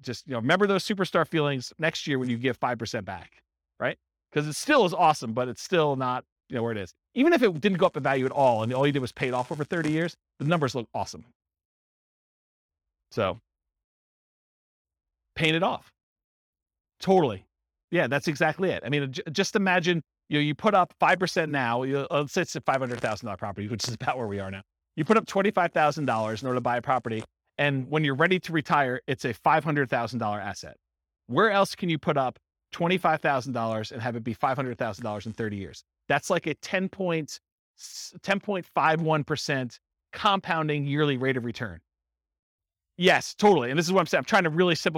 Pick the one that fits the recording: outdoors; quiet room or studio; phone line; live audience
live audience